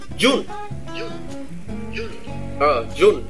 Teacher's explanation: Đừng có June dài, giờ dài quá, giờ ngắn lại xíu. Dứt khoát lên.